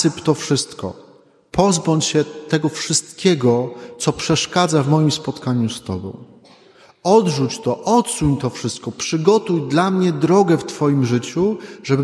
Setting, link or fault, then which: setting, large echoing room